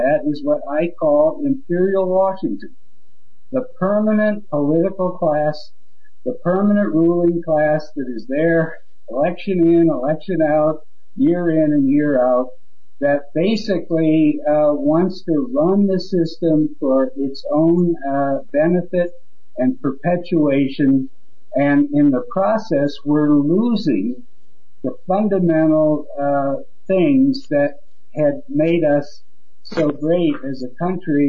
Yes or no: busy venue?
no